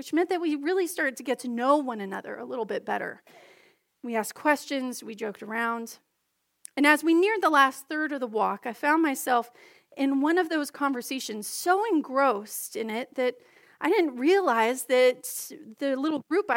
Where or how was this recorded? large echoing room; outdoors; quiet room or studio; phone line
large echoing room